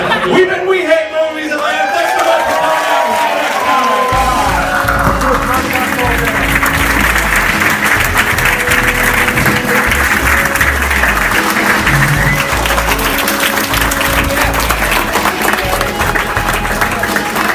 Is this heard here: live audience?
yes